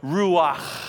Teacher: The second syllable, put it in the back of your throat. It's kind of a kh.